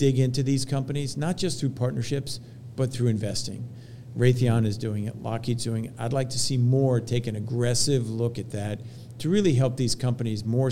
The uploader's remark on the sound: recorded during Fed Supernova 2023